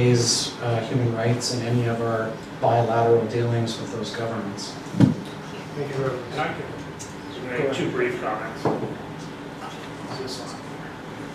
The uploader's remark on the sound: This lecture took place at The Institute of World Politics on April 17, 2023.